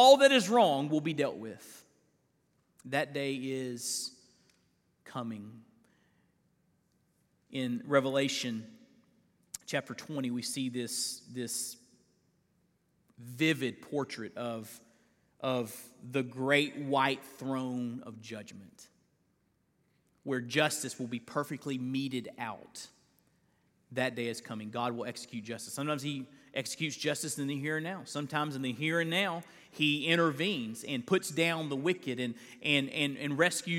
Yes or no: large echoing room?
yes